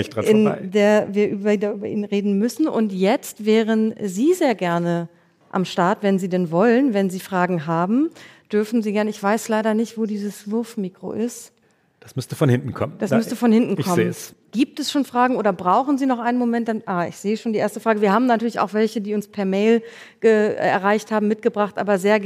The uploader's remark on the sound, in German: Mitschnitt der Livefolge unseres transatlantischen Podcasts, aufgenommen beim großen Podcastfestival von ZEIT ONLINE. Juni in Berlin. Außerdem sprechen wir mit Hörerinnen und Hörern.